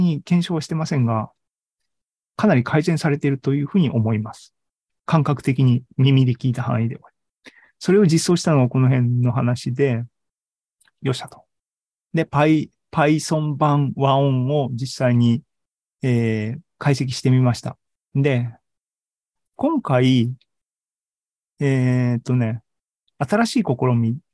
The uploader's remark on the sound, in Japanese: ２０２２年１１月３０日に開催した ZOOMライブの模様です。